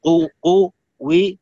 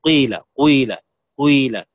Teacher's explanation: تضم الشفتين فتنطق بشيء من الضمة مع صوت الكسرة · Shown in: second take · هذا يسمى إشمام أيضا.